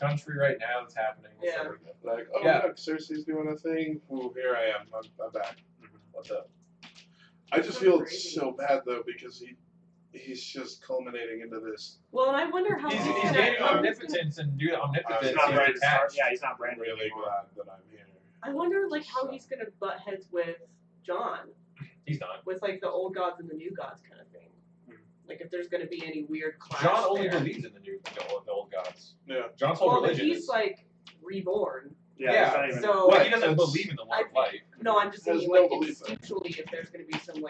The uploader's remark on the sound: The audio quality in this episode is quite rough. We had some driver errors, that after fighting with the computer to try to recognize our hardware, we gave up and recorded with our camera's built in microphone, and it is rough. I took that time to attempt to make the audio more bearable.